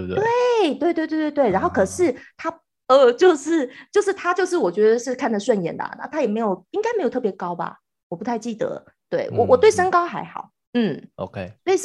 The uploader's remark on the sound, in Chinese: 遠端視訊錄音